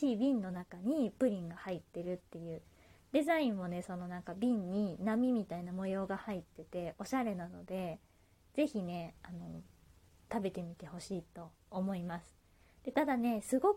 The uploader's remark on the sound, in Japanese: 自宅でスマホによる収録のため様々な騒音が収録されています、ご了承ください